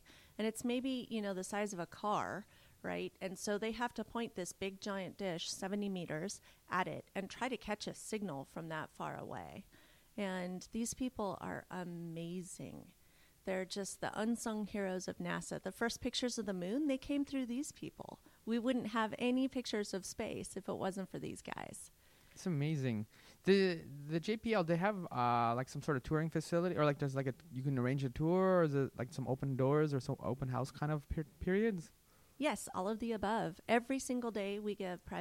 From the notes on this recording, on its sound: Recorded: Sunday April 23, 2017 11:30 am (EST) at FITC. Recorded: Sunday April 23, 2017 11:30 am (EST) at FITC.